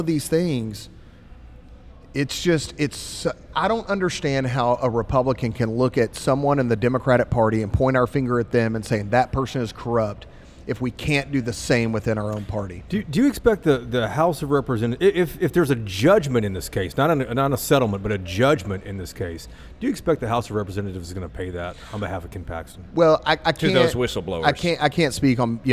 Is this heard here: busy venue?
yes